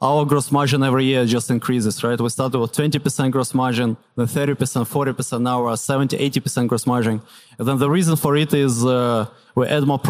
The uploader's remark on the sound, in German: auf der Bühne der Finance-Forward-Konferenz interviewt